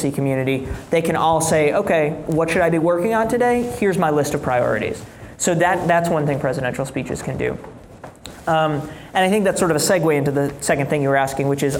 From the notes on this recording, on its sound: In a live discussion in Chicago